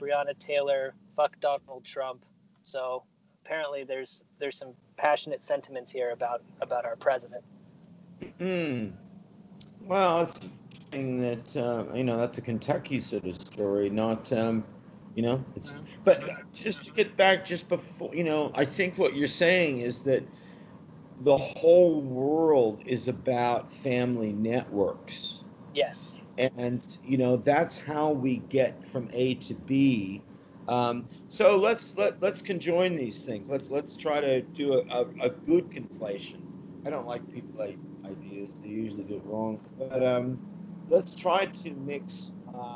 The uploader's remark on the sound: Record my end from inside my 2005 Nissan Altima. I drive around OKC, noting the things that I see.